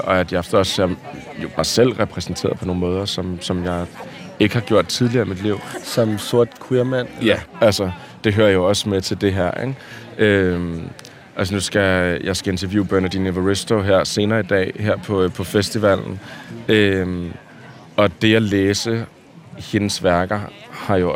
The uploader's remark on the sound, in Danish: på en lydtur i Louisianas park